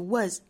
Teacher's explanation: was 这个单词尾部的 s 这个字母呢要发成浊辅音的 z